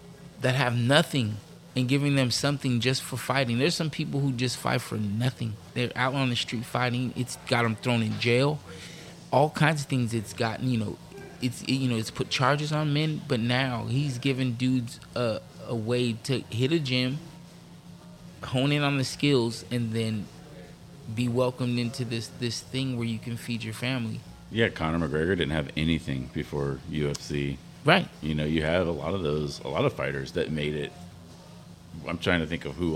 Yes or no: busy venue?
yes